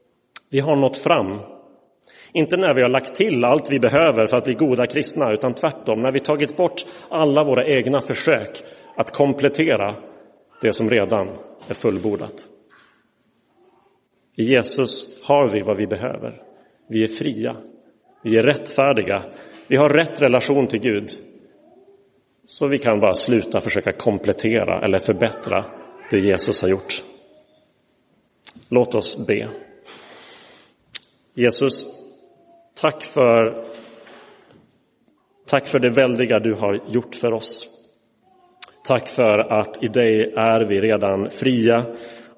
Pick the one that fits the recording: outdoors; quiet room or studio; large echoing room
large echoing room